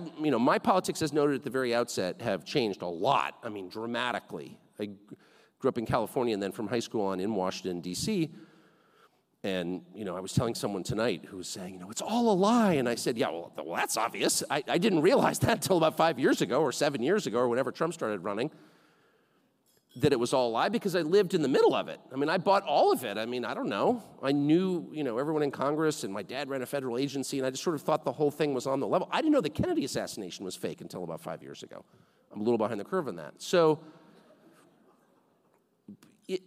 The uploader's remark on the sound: A special recording from our recent 2023 CAP Family Dinner. We present part one of a special recording from our recent 2023 CAP Family Dinner.